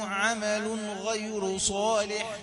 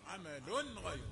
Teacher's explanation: التنوين هنا إظهار، عمل غير، بين التنوين